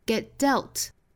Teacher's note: 前面的这个爆破音我们把它失去爆破也就是摆这个音的口型但是不十足爆破出来